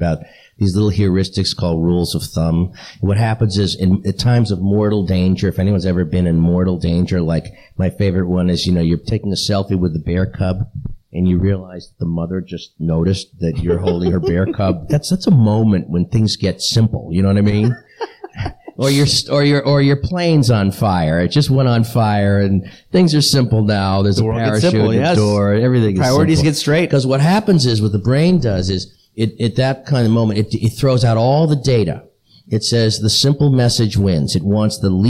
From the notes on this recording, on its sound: LIVE from San Antonio Startup Week